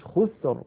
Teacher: كلمة خسر، الراء ساكنة، قبلها ساكن، وقبله مضموم وهو الخاء، إذا أيضا نفخمها